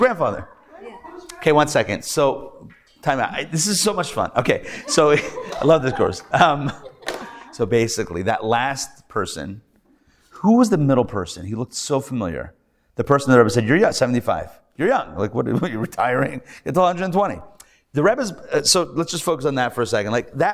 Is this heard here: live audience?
yes